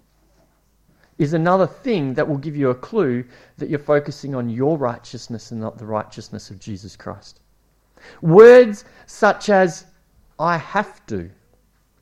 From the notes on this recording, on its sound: It was preached at Esperance Church of Christ